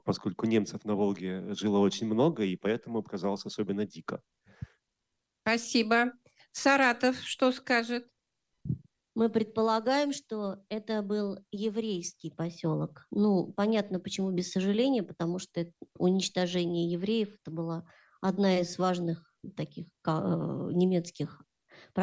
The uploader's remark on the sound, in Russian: Мероприятие прошло в режиме Zoom-конференции